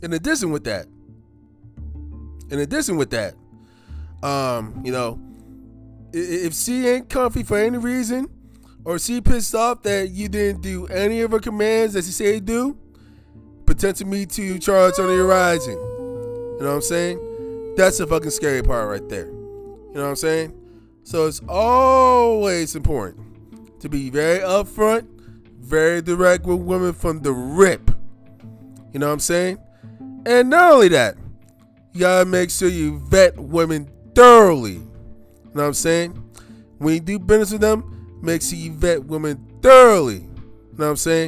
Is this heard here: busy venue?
no